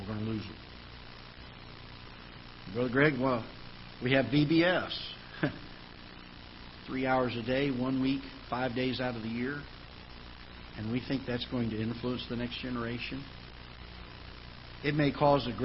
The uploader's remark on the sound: Ketha Heights Baptist Church ~ Live Broadcast